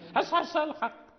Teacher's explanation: حصحص يعني فالحاء مستفلة والصاد مستعلي